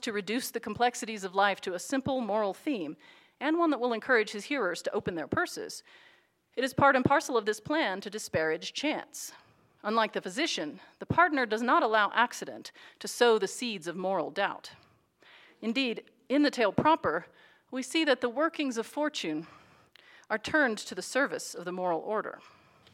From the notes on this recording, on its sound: Audio recording of a lecture. As part of the Dean's Lecture and Concert Series.